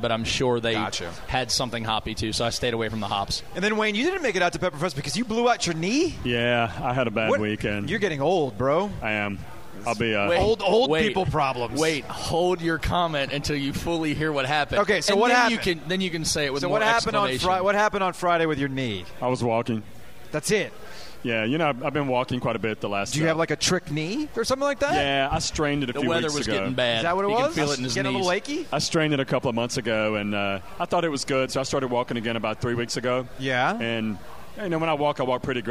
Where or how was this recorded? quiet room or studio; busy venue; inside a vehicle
busy venue